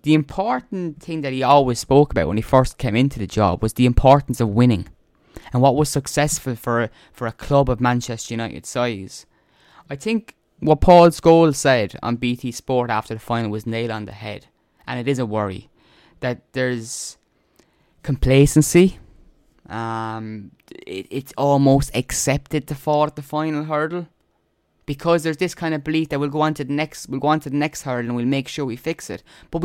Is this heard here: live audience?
no